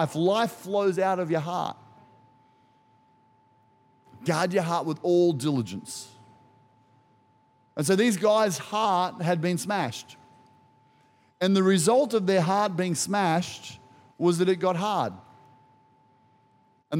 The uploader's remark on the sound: Recorded during our 9am service on Easter Sunday, the 7th of April 2023